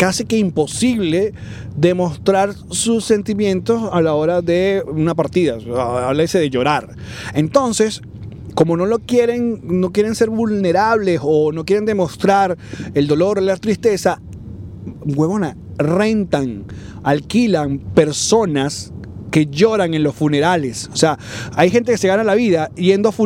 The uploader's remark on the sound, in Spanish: un programa grabado directamente desde la via Houston - Dallas